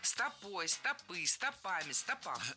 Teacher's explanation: Это слово всегда имеет ударение на окончании во всех формах.